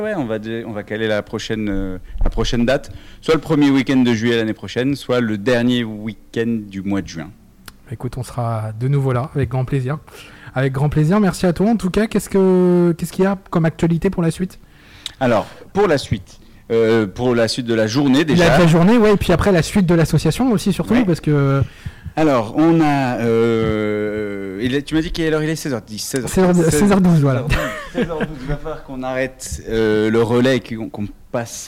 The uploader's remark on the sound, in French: MELUN SUP FESTIVAL - INTERVIEW